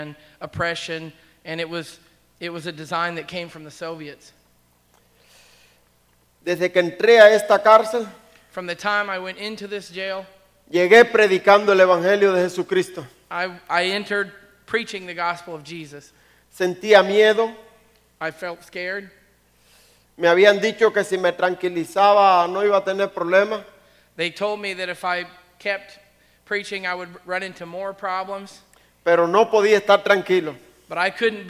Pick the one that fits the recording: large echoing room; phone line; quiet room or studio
large echoing room